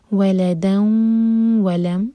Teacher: ادغام غنہ کے ساتھ، تو میک شیور کہ دو سیکنڈس کا ٹائم دیں اور ناک میں آواز لے جائیں